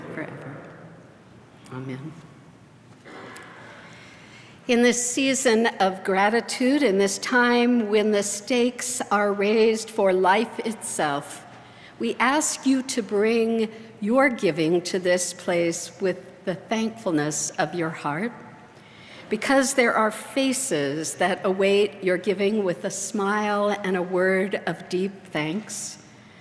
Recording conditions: large echoing room